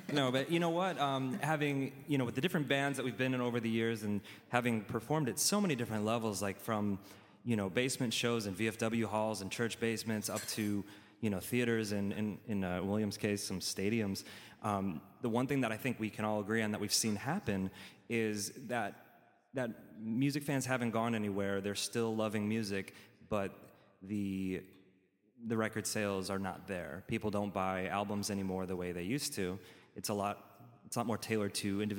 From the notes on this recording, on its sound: Recorded live at City Winery in Chicago, Dynasty Podcasts teams up with the Downwrite podcast for a live panel discussion.